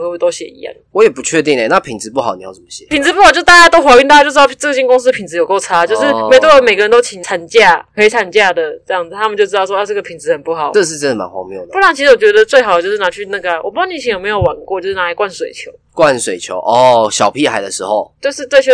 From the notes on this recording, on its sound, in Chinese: 本集各種爆音